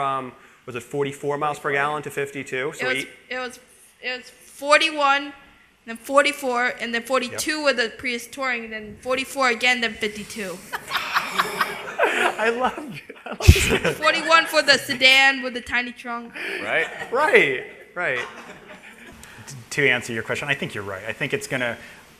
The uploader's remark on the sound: recorded live at the track with an audience of loyal fans